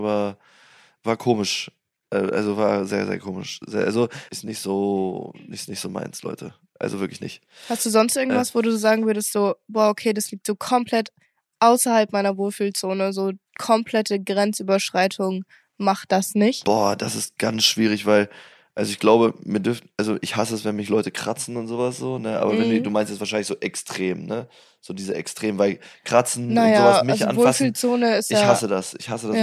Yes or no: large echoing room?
no